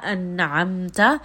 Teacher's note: So here nun is going to have sukun, ayn is from the throat, the nun sound is very clear. · Term: idhar